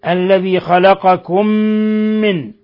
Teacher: اتقوا ربكم الذي خلقكم من إضغام مثلين صغير، ميم ساكنة مع ميم متحركة، أضغمت الميم الأولى في الميم الثانية فصارت ميما واحدة مشددة